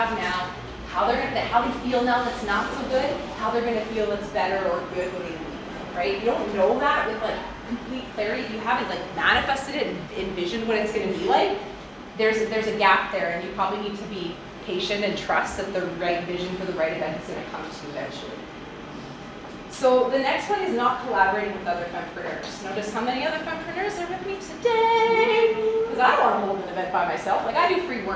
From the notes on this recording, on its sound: This episode is a recording from our February 2024 In-Person Event held in Calgary, Alberta.